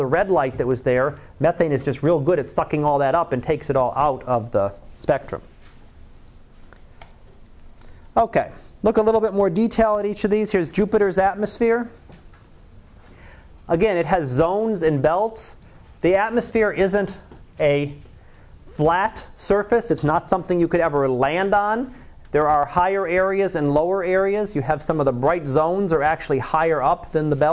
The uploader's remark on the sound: Live Class Lecture